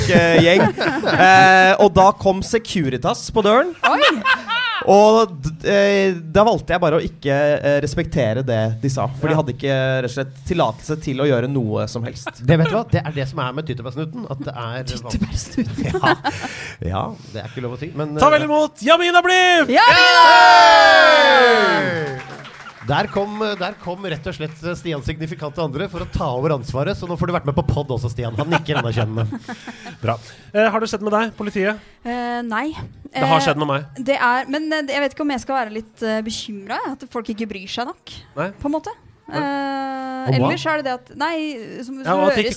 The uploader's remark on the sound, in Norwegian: spilt inn live på House of Nerds